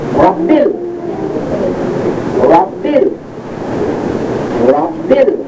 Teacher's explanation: We don't pronounce it Alif. We come right to the L. So this becomes like an L by itself.